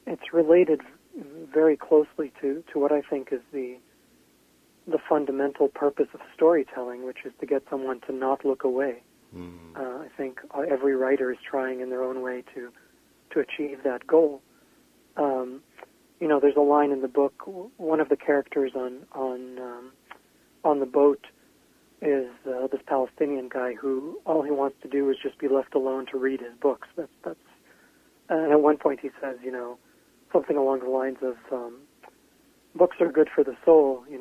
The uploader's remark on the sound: called in from his home in Portland, Oregon.